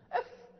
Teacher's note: ومخرج الفاء من باطن الشفة مع ما يليه من أطراف الثنايا